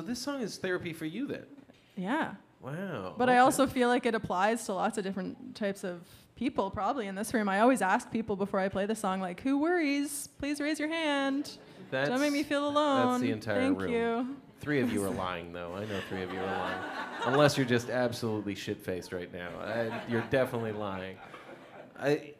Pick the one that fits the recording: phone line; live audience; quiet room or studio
live audience